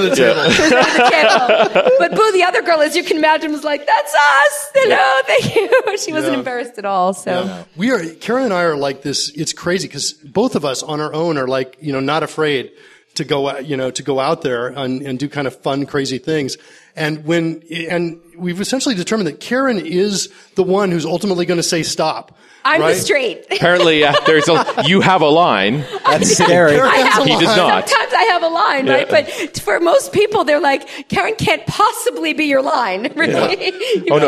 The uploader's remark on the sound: Live in Richmond, VA